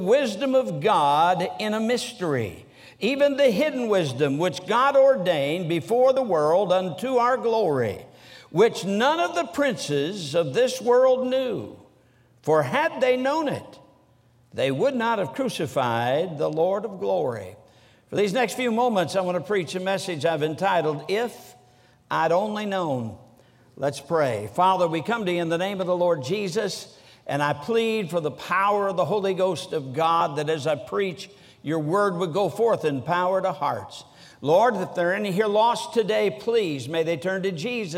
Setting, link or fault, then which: setting, large echoing room